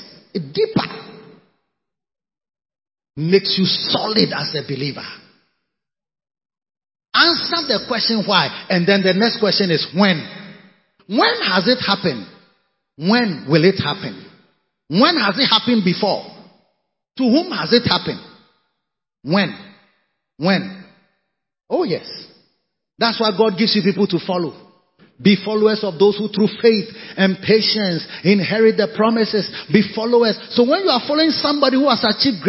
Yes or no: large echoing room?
yes